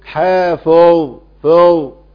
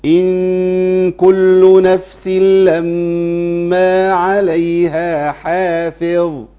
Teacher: لأن في كتير حافظ فو يبتدي من عند الفاء يفخم، ما ينفعش خالص، احنا بنفخم ايه؟ الظاء لوحدها، والفاء مرققه ومكسوره ضعيفه جدا · Shown in: second take